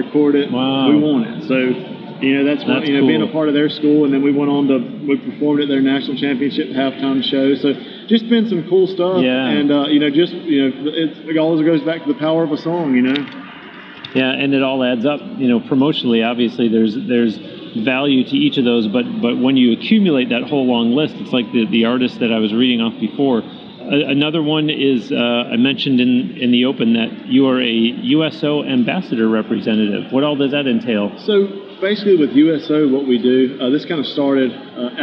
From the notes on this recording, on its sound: interviewed on-location in Nashville at the Summer NAMM Show